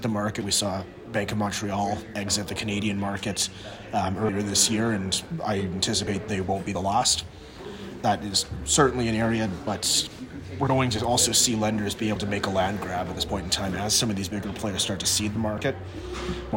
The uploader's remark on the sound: talking this time from the Used Car Week conferences in Scottsdale, Ariz.